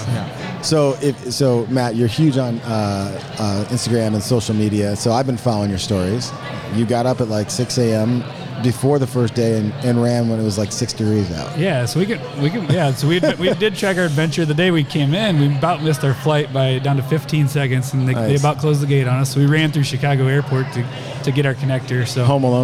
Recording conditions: busy venue